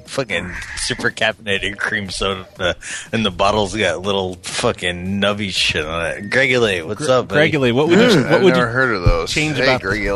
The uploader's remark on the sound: …'s Personal Prank Phone Calls Collection.